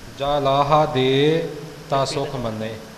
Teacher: ਟਿੱਪੀ ਦੀ ਆਵਾਜ਼ ਇੱਥੇ ਨਹੀਂ ਆਉਣੀ, ਥੋੜ੍ਹਾ ਜਿਹਾ ਮੰਮੇ ਨੂੰ ਭਾਰਾ ਕਰਕੇ ਥੋੜ੍ਹੀ ਅਦਕ ਦੀ ਆਵਾਜ਼ ਆਉਂਦੀ ਹੈ